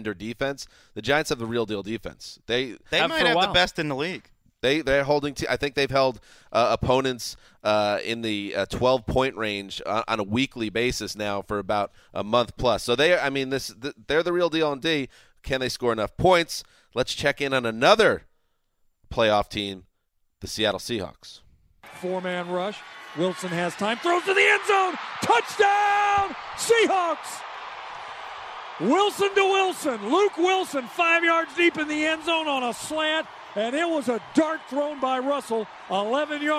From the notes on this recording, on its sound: report live from what could be the final Chargers game in San Diego